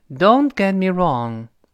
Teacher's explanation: don't 那个 t 失去爆破。get 那个 t 也失去爆破，因为爆破音后面都出现辅音了